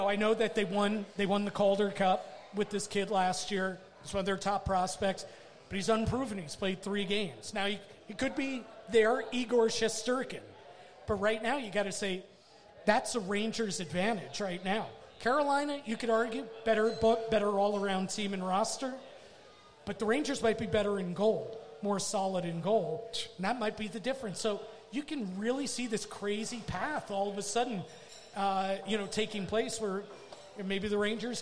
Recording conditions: busy venue